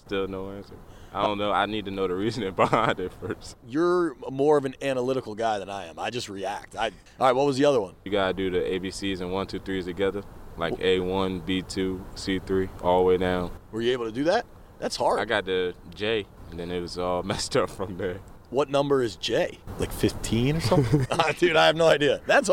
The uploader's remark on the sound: While at an NBC Sports Washington event in College Park